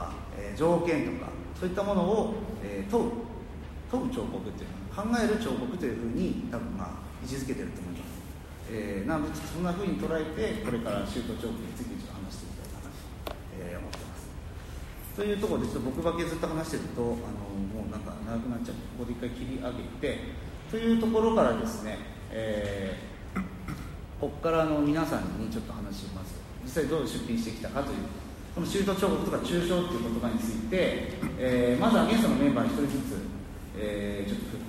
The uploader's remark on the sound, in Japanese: のトークイベントの録音です。会場：武蔵野美術大学鷹の台キャンパス 2号館309、310教室。